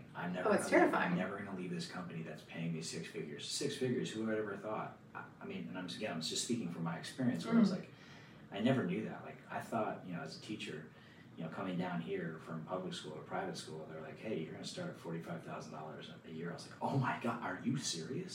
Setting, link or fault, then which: fault, uneven or low level